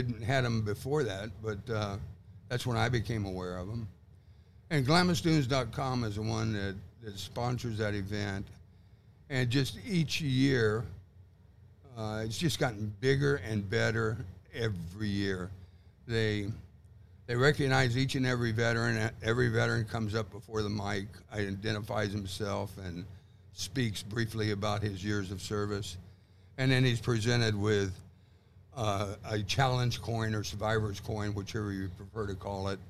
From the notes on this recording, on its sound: It’s all live from Camp RZR. Welcome to Glamis.